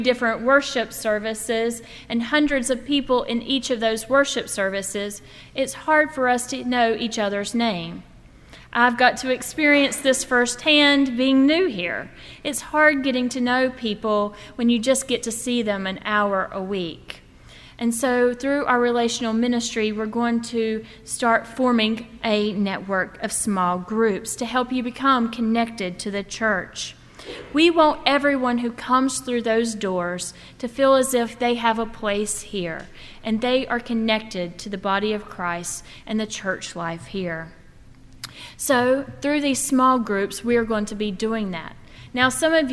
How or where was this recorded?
large echoing room